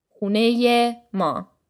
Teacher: the e sound changes to ye since hune ends in a vowel. It would be awkward to say huneye, so the ezafe sound becomes ye.